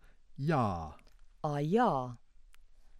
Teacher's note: A palatal approximant or semivowel